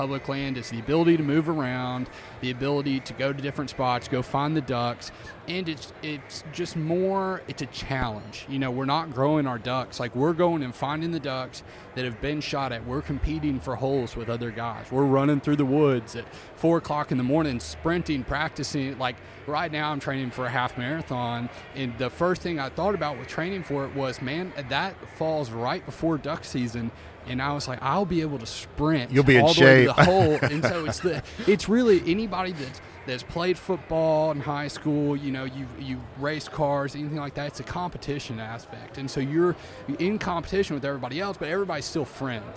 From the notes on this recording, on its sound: We are on location at the Delta Waterfowl Expo in Little Rock.